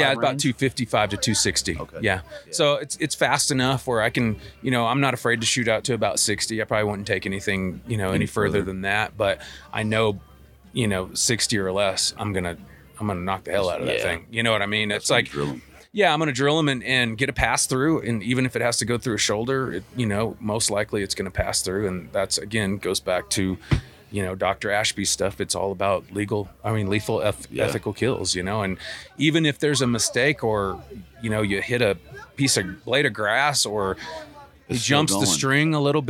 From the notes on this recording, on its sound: Live from Mountain Archery Fest